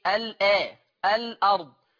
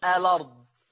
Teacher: هنشيل الهمزة ناخد الفتحة اللي عليها نحطها على اللام · Shown in: second take · فلا تقرأ الأرض، يقرأها ورش الأرض. · Term: النقل